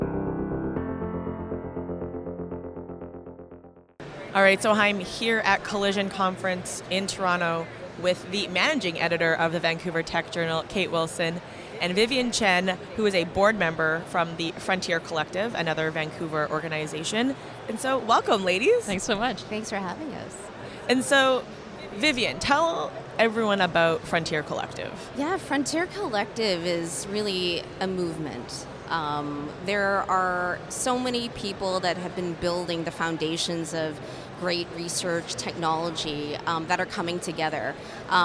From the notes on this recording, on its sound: Vancouver Takeover at Collision Conference. Live at Collision Conference.